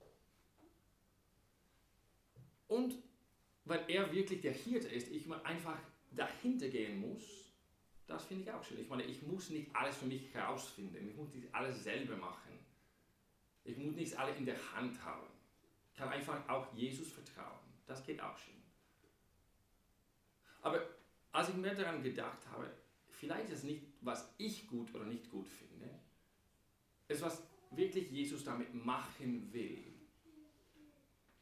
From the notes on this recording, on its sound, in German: Am Gute Hirten Sonntag. Bei der 9:00 Messe gepredigt.